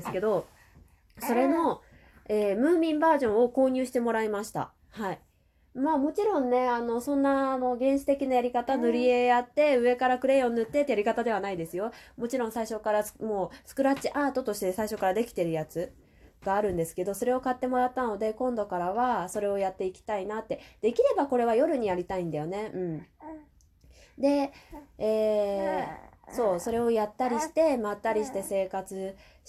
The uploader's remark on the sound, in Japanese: 子供の声が入っても気にせず収録していこう。